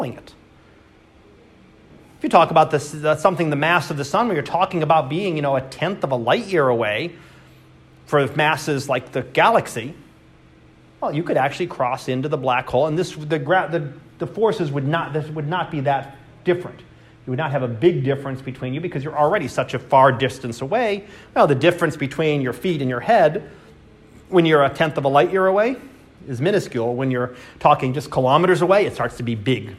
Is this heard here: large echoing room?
yes